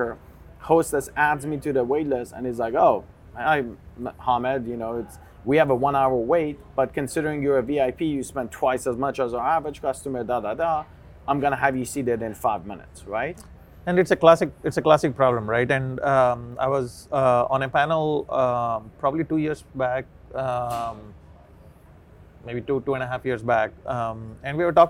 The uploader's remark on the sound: This podcast was recorded live at the FSTEC 2023 in Dallas.